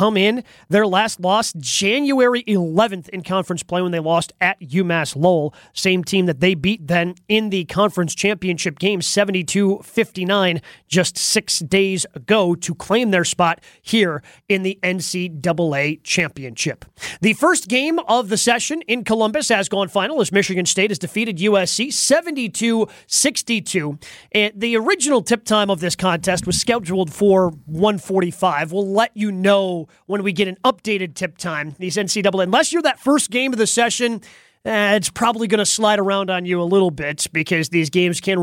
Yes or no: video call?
no